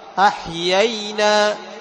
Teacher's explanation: قال وكمثلي وأحيينا، أحيي، تمام، توضح الياءين، تمام، لا سيما فتحة الياء الأولى، لأن بعدها ياء لينة، بعدها ياء لينة، أحيينا، ياء يي، أحيي، لاحظ أحيينا، تتم فتحة الياء الأولى وتعطي الياء الثانية ليونة